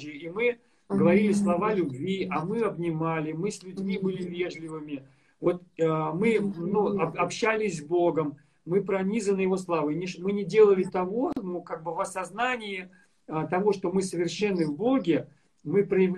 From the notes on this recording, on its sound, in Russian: Запись второй части прямого эфира из инстаграма